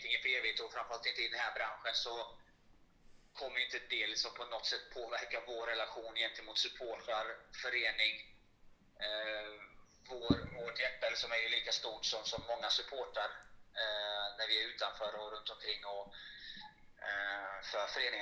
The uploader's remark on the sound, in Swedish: Dåligt ljud. Dåliga klippningar.